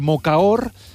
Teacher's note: El mocaor, la D intervocàlica mocaor. Salta, en valencià